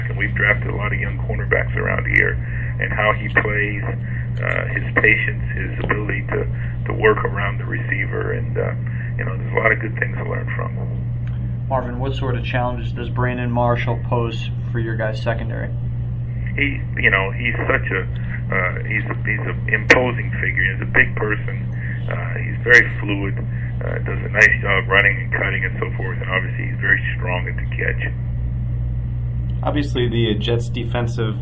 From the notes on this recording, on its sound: Conference Call. Speaks to the New York Media.